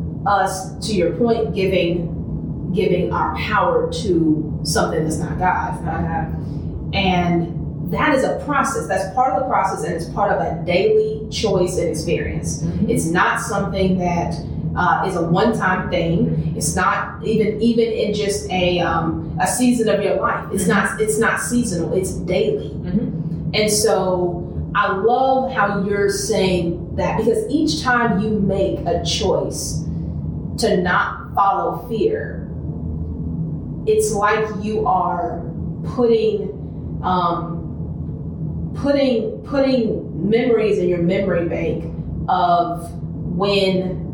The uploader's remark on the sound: The mics weren’t working so excuse the sound quality